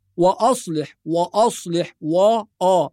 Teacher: وأصلح بعض الناس ينطقها بتفخيم الهمزة ويفخم الواو أحيانا فيقول وأصلح وأصلح وآ، وهذا خطأ، وآ، واو مرققة همزة مرققة. وسبب تفخيم الواو والهمزة حرف الصاد، لأن حرف الصاد مفخم وأقوى حرف في الكلمة، فيجذب الحروف المرققة لأنها أضعف منه. إذا نحافظ على ترقيق الواو والهمزة ثم نفخم الصاد، فنقول وآ وأصلح وليست وأصلح.